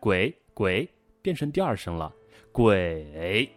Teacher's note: 还有的同学是下不来，鬼，鬼变成第二声了